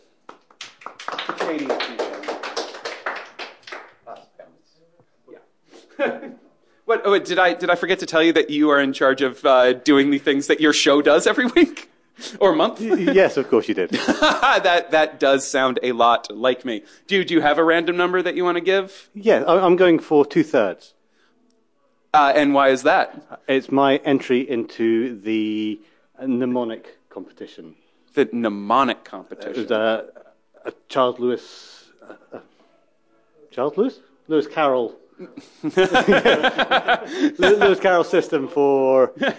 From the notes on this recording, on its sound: This bonus episode of Relatively Prime features a live podcast recording from 2018's Annual MathsJam Gathering.